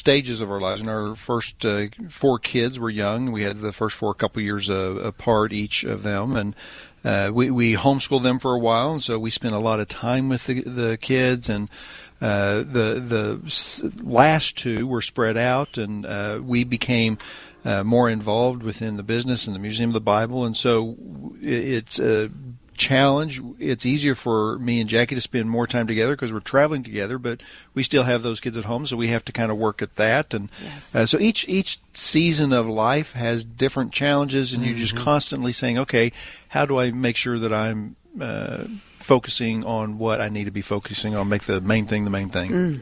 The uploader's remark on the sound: ON LOCATION at the Museum of the Bible for the FCCI Summit